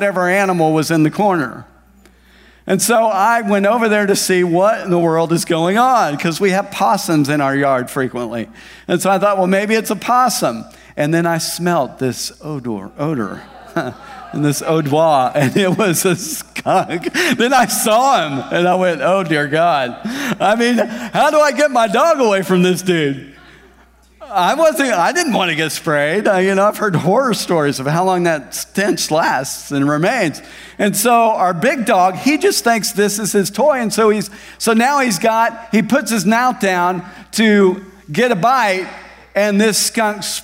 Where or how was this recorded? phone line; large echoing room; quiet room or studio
large echoing room